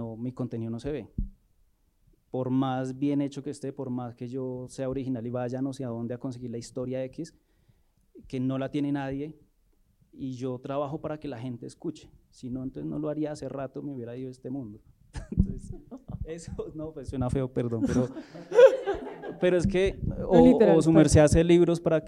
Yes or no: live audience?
yes